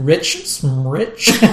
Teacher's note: A lot of people would remove the SH and just do SM.